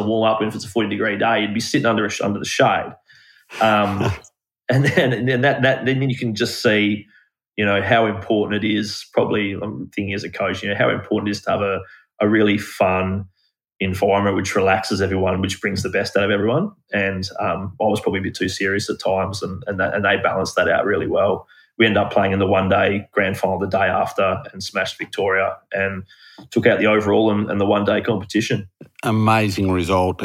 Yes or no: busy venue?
no